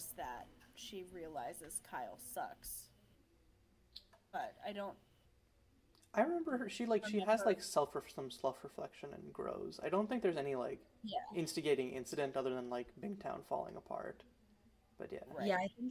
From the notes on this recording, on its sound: We lost our original audio for this episode, so if we sound a little quieter/jankier than usual, that'd be why!